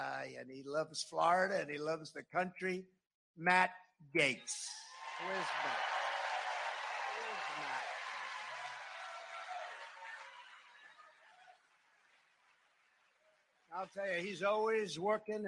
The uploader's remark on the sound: frequently interrupted by raucous applause from the GOP activists who gathered for the CPAC conference in the Hilton Anatole’s Trinity Ballroom in Dallas